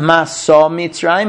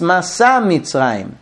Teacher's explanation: in modern Hebrew, they don't discern between the patach and the komatz, right? Everything is A, right? · Shown in: second take · It's not maso mitzrayim, it's masa mitzrayim.